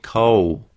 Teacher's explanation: the lip rounding just continues until a tighter shape